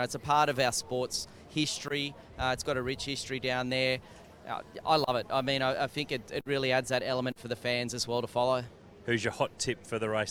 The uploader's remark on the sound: live from the Newcastle 500!